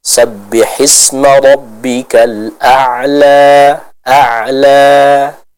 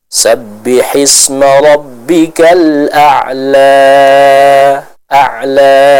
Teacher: seluruh akhir ayat ini dibaca dengan kadar panjang 2 harakat saja. · Shown in: first take · Term: mad tabi'i